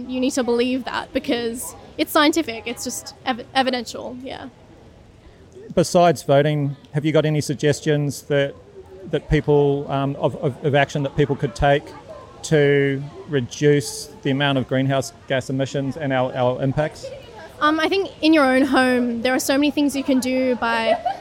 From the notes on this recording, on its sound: I interviewed four students from Kirrawee High School, protesting at a School Strike for Climate rally outside Australian Prime Minister Scott Morrison's electorate office in Cronulla, in south east Sydney.